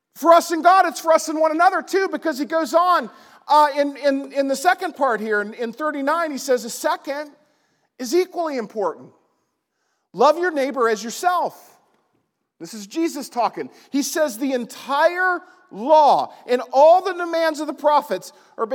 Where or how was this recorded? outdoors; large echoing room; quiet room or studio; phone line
large echoing room